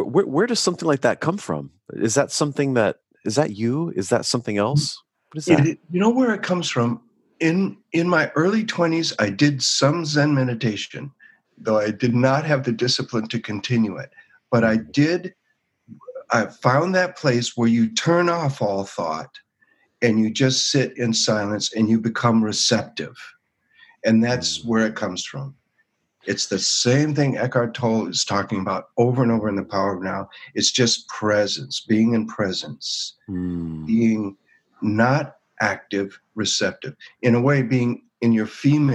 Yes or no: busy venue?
no